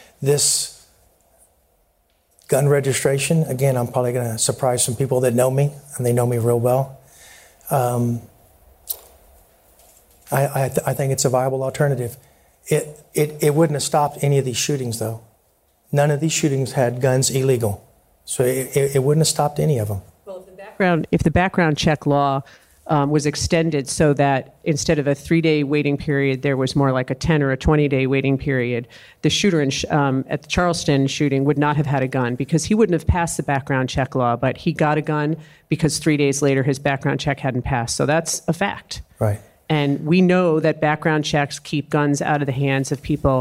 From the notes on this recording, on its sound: a live town hall discussion